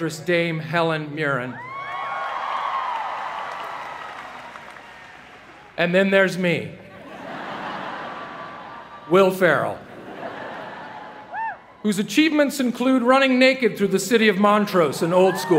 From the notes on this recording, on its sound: delivered the commencement address to the University of Southern California's graduating class of 2017